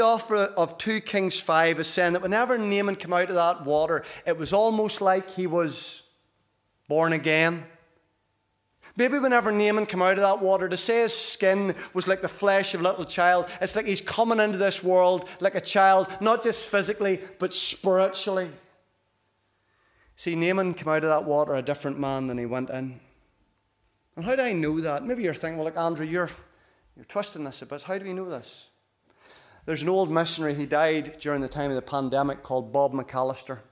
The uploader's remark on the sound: This is the recording of the Bible reading and sermon from our evening service on Sunday 8th October 2023.